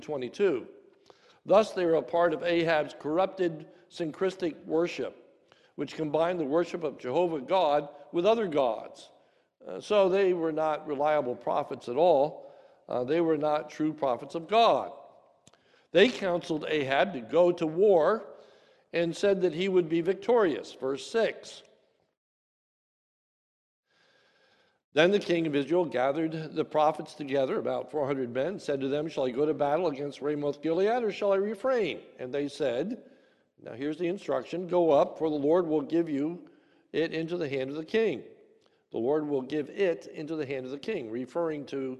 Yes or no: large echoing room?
yes